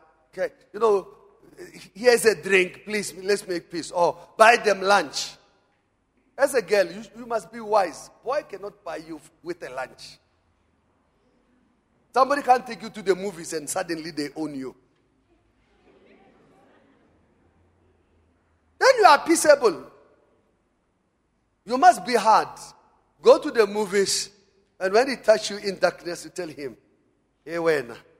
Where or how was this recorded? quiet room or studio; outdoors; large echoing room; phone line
large echoing room